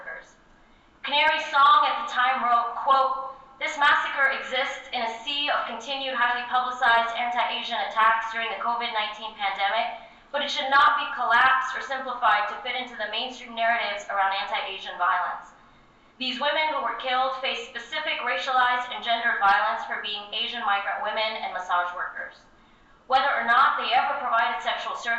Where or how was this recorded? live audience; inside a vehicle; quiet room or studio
live audience